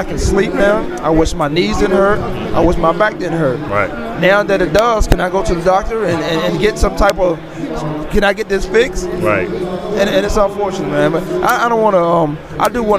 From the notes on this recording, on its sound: Live From Player Networking Event 2011. Voice America will participate as an official online media partner and provide a live simulcast on our Internet TV and Internet Radio channels from event.